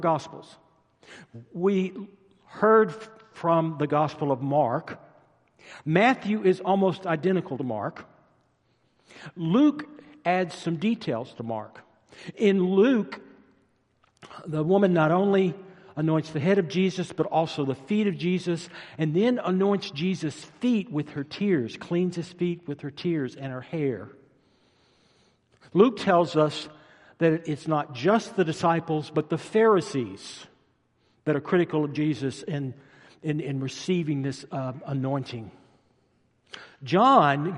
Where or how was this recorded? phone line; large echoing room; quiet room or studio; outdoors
large echoing room